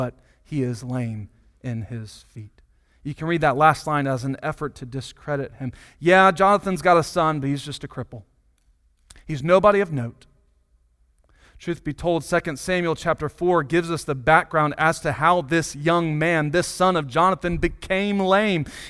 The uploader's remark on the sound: Sunday Morning Sermon Audio